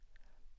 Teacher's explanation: In the third column of diacritics, we start with symbols specifying with greater precision the place of articulation of sounds involving the tip or blade of the tongue as primary articulator. First, voiceless and voiced dental plosives articulated against the teeth